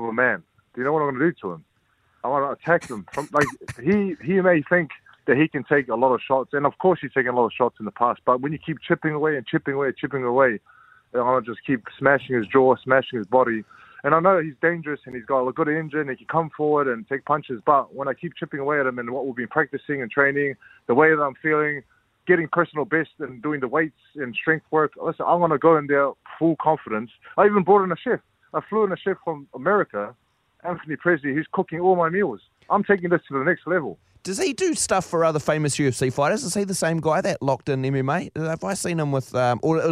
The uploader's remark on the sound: We are joined on the phone